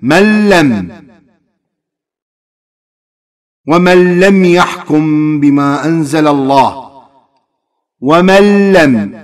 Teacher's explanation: أدغمت النون مع اللام بغير غنة صارت حرف لام مشدد · Term: إدغام بغير غنة